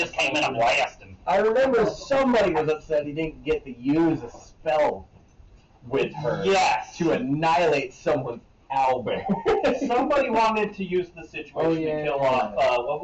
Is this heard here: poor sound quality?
yes